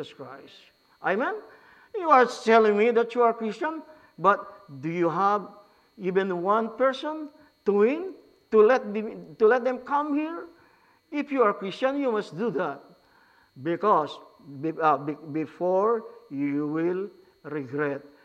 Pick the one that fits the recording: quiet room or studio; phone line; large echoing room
large echoing room